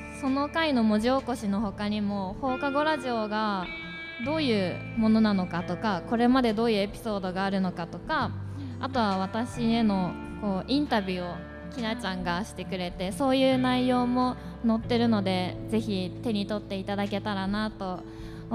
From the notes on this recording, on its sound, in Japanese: 富山まちなか学生EXPO 2023・公開収録。11月26日にグランドプラザで開催された『富山まちなか学生EXPO 2023』にて、ラジオの公開収録をさせていただきました。寒空の下、大勢の方々の前で収録するのは初めてだったのでドキドキしっぱなしでしたが、いつも通りの雰囲気で楽しく話せました！